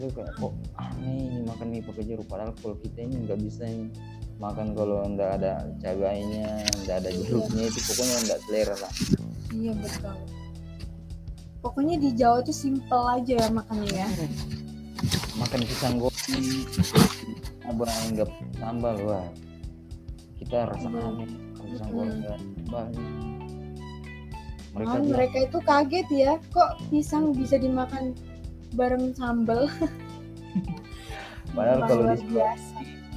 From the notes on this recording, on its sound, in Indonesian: Mohon maaf jika suara saya kurang terdengar